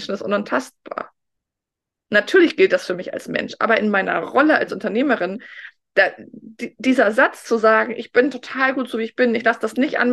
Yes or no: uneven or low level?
no